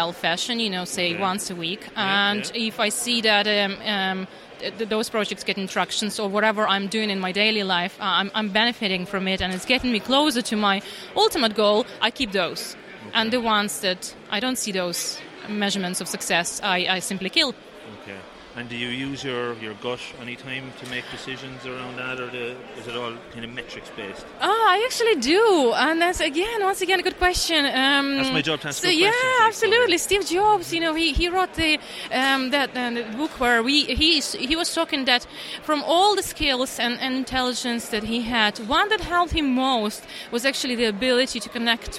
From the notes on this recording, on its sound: I recorded this show during the PMI Ireland National Conference at the Aviva Stadium. This was an action packed conference with a great selection of speakers and over 350 attendees.